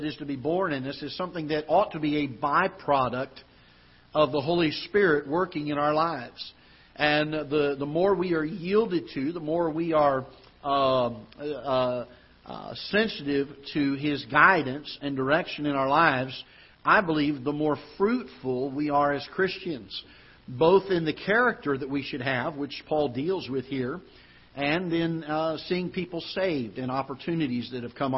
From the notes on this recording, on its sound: Ketha Heights Baptist Church ~ Live Broadcast.